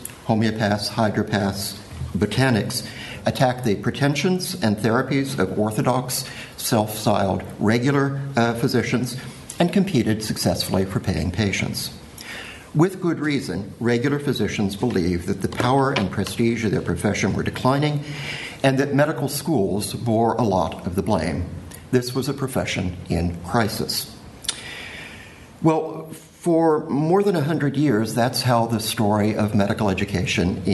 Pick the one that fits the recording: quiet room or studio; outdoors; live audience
live audience